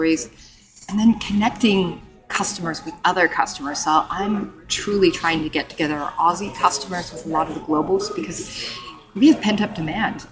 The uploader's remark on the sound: We are back in the Big Apple for NRF's Retail Big Show for 2023! Live from the expo floor.